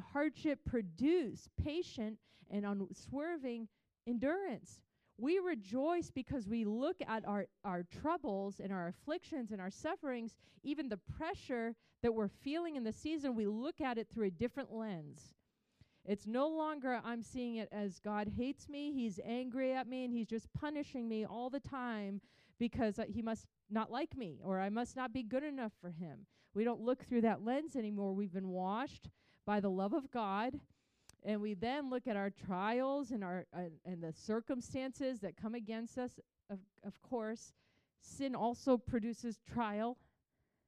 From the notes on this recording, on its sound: Recorded on March 26, 2023 at Crossing Life Church in Carmel, ME.